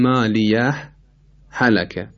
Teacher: یعنی سکوت مختصر بدون تنفس، دو حرکت سکوت · Term: سکت